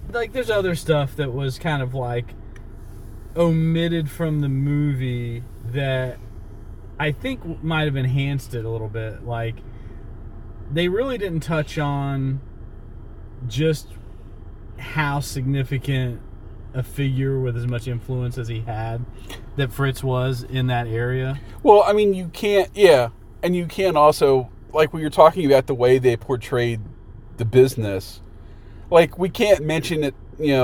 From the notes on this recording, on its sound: we recorded this in the movie theater parking lot, while sitting in the car, and so the quality is not as good as usual